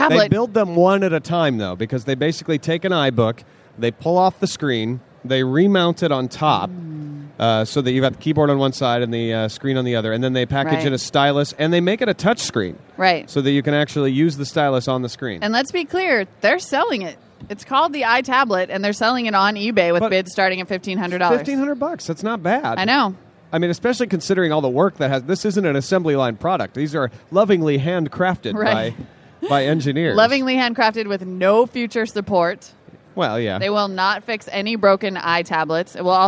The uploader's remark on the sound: Live from Macworld